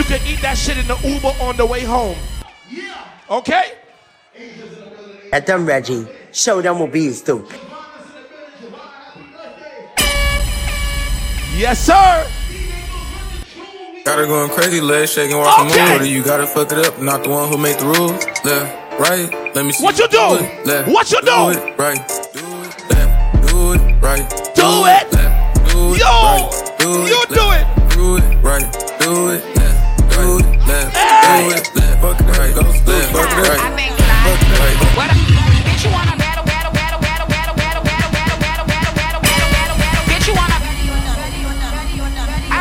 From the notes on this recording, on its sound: International Brunch Series Live At Polygon